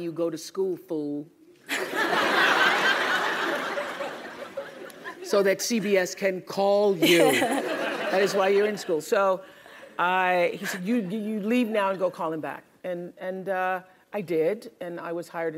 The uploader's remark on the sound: Stanford GSB’s View From The Top is the Dean’s premier speaker series. During student-led interviews and before a live audience.